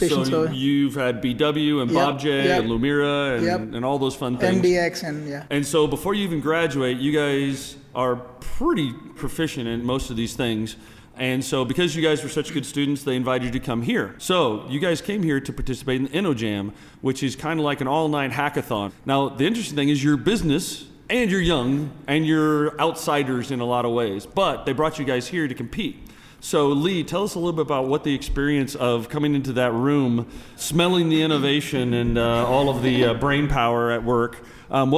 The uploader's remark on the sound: Recorded live at SAP TechEd 2016 in Las Vegas.